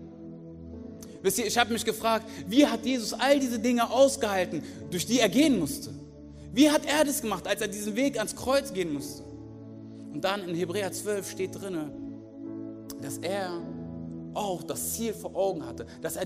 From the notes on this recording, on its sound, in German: aus unserem Gottesdienst